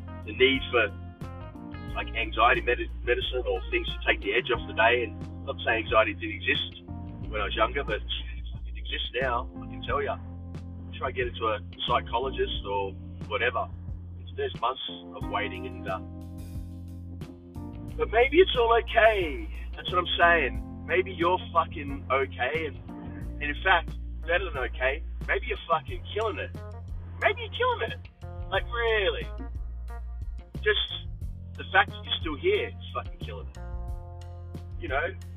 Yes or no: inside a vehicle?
yes